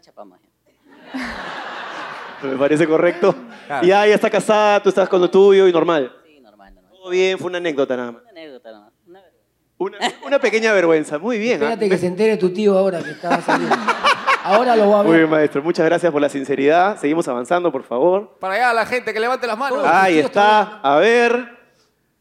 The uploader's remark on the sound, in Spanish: PRIMER SHOW EN VIVO